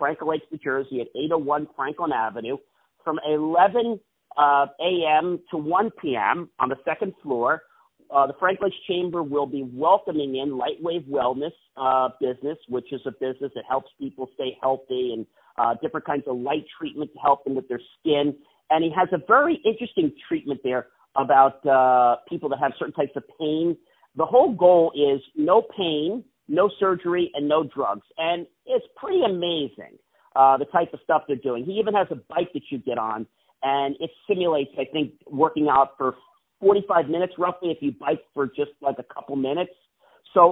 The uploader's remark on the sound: On the phone